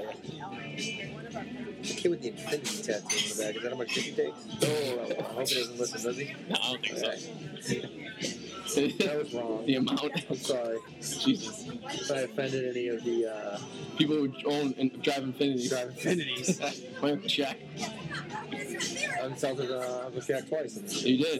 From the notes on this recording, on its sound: live At a restaurant revere